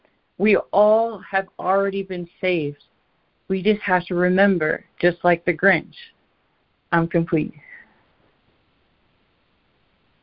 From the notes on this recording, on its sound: ACIM Daily Conference Call